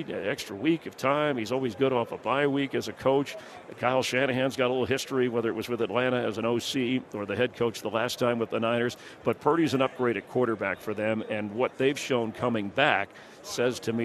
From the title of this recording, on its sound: live from Radio Row